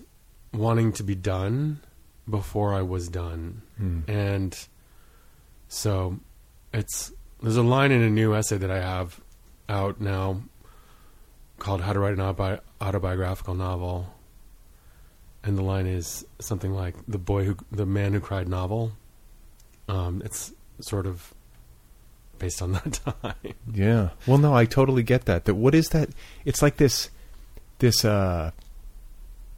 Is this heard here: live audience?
no